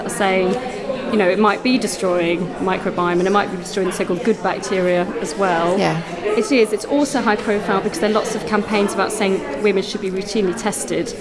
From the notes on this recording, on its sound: interviews from the Doula UK conference